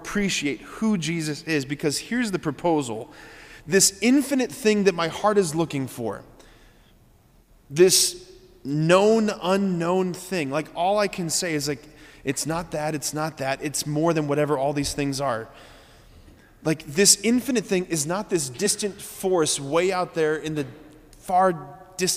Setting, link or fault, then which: setting, large echoing room